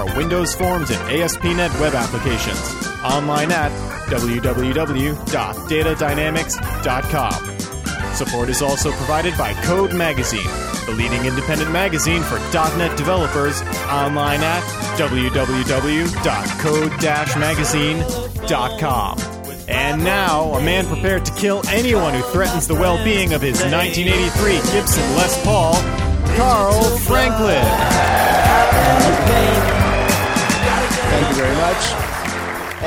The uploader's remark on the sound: Live at Tech Ed! Come at you live from Tech Ed Orlando.